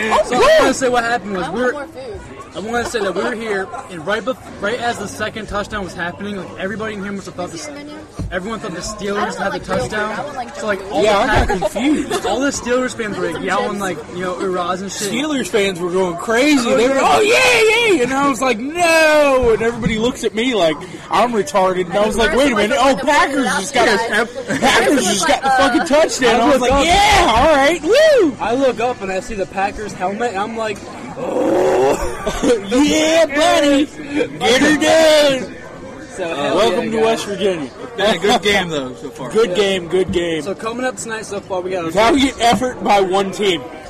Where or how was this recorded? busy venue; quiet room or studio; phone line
busy venue